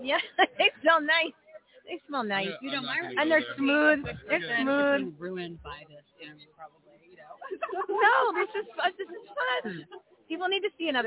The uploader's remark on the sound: LIVE FROM REAWAKEN TOUR IN PHOENIX